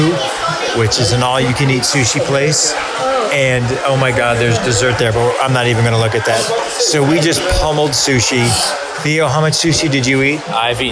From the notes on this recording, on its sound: recorded a little travelogue/food log of every single place he ate while in Chicago